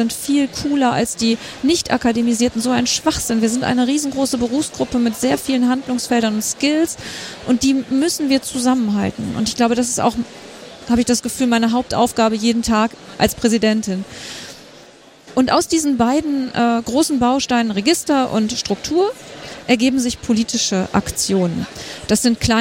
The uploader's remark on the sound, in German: Live vom Deutschen Pflegetag. Wir berichten live aus Berlin.